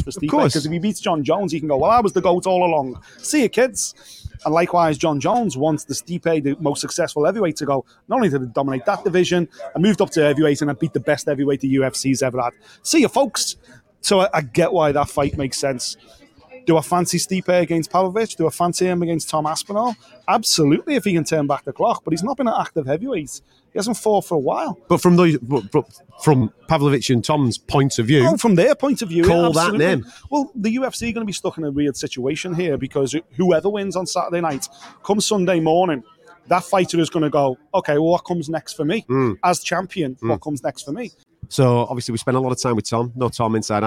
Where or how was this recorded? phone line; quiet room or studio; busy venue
busy venue